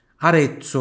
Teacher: onde tem Z aqui, tem som de TS. Som de TS.